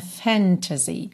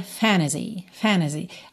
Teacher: quando a gente tem N, o T e uma vogal, muitas vezes esse T some e a gente usa o N para ligar direto na vogal · Shown in: second take · Então, fantasy vira fantasy, fantasy.